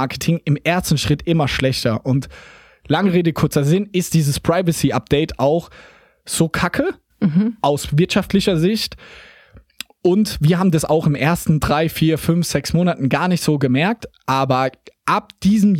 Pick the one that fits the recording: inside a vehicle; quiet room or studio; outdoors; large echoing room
quiet room or studio